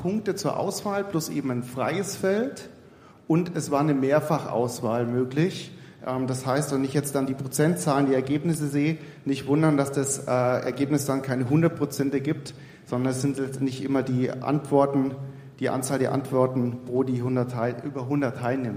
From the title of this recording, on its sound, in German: Die zweite Aufnahme live von der großen Bühne